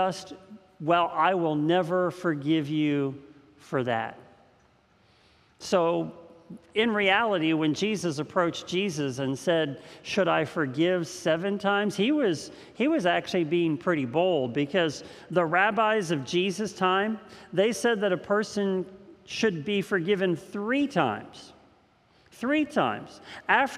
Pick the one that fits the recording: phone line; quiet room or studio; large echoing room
large echoing room